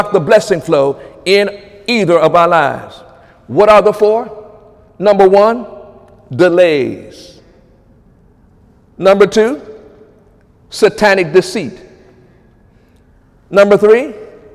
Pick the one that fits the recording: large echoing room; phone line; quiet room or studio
large echoing room